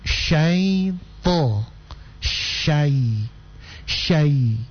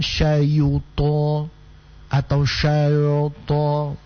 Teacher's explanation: Mau lewat di huruf ya sukun mestinya cuma kedengaran syai to · Shown in: first take